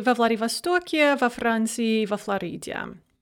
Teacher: of course the о will be reduced because it's not under stress